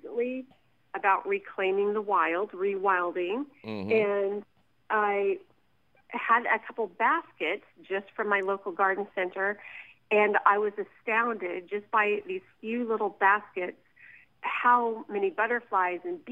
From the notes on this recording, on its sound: takes your fabulous phone call questions